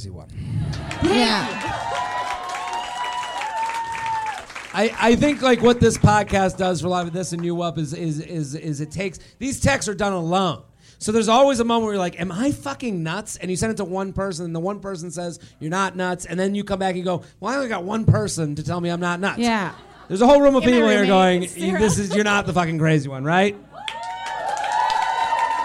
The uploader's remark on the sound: LIVE From Zanies In Chicago